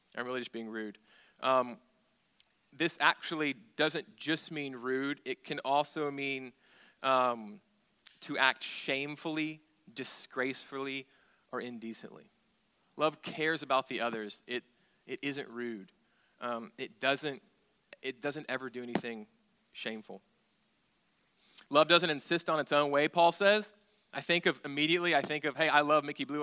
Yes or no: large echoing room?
yes